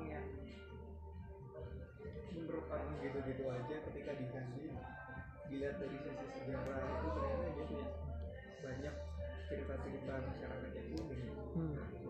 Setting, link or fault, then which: fault, background noise